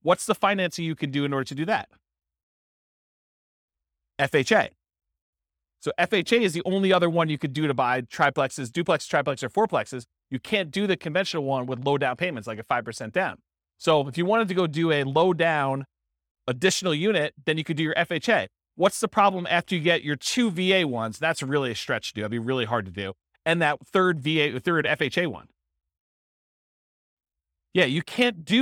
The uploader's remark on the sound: This was a live class recorded